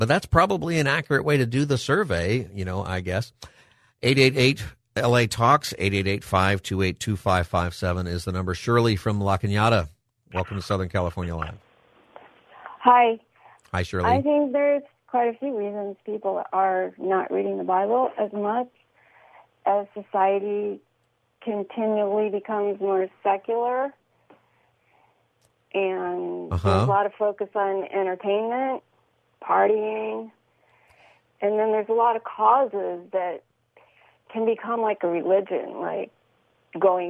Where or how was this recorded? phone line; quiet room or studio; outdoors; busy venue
phone line